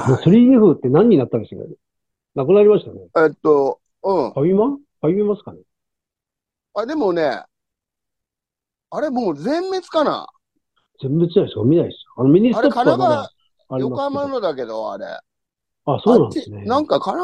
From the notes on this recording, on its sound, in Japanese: ZOOMで収録